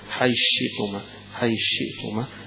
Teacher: يبقى هنا الثاء اتلغت وصار مكانها الشين · Term: إدغام